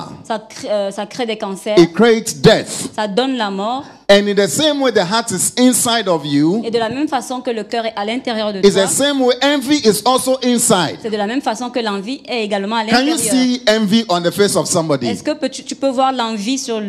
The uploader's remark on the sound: Preached during Joyful Hour Sunday Service